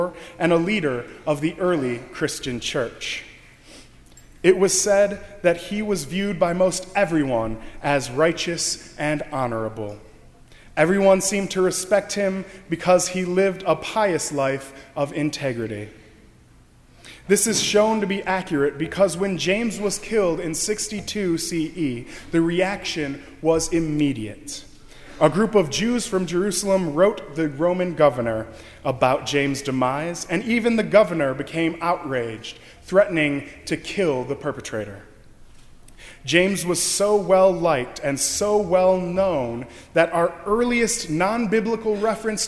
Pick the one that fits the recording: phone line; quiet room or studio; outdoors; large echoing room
large echoing room